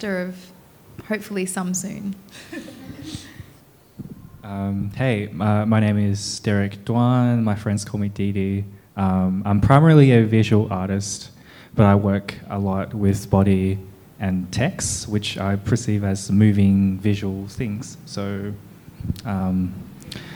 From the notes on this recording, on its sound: This live artist talk from the 2022 ECP "take over" season.